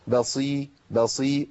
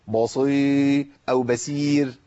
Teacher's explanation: ما فخمش الباء لأن الباء حرف مرقق · Shown in: first take · بصير بصير، والصاد مكسورة عندي فهي ليست قوية بالقوة اللي بيتمثل فيها الحرف في حال حركة الفتح أو الضم.